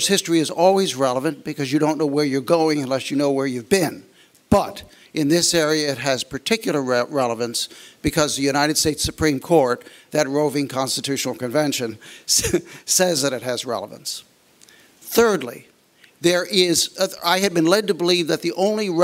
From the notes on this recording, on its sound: addresses an audience of state legislators